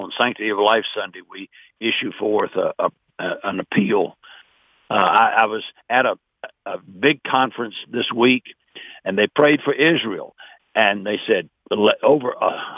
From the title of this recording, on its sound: Today's Phone Guest